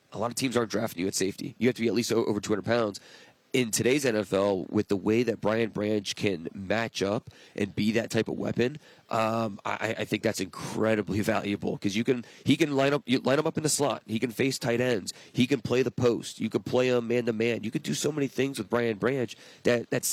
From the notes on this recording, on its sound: live from the 2023 NFL Combine